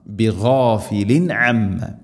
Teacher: ബിഗാഫിലിൻ തൻവീൻ ശേഷം ഐൻ ഇസ്ഹാർ ഇവിടെ വെളിവാക്കി ഉച്ചരിക്കണം